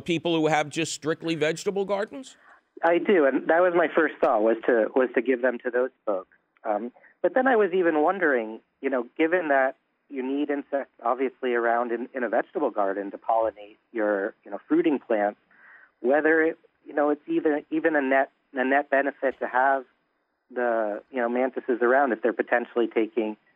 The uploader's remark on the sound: takes your phone call questions